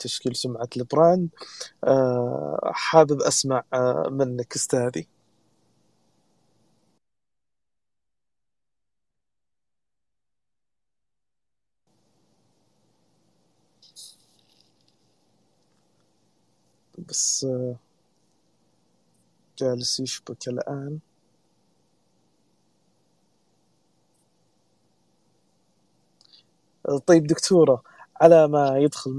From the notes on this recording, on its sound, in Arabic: تسجيل لمساحة ابن رشد الأسبوعية على منصة تويتر